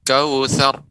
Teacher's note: Langsung pengucapan ra tapi ra-nya tebal.